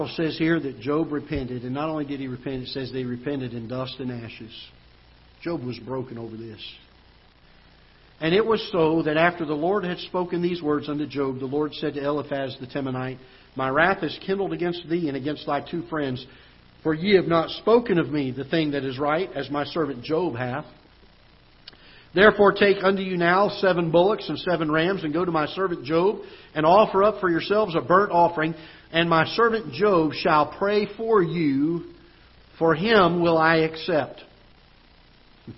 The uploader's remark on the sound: Ketha Heights Baptist Church ~ Live Broadcast